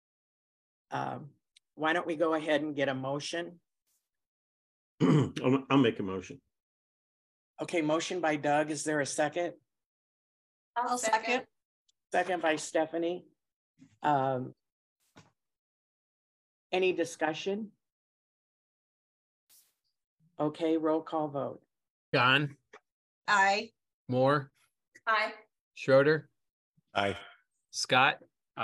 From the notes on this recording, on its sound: University Heights City Council Meeting of April 11, 2023 was held on Zoom.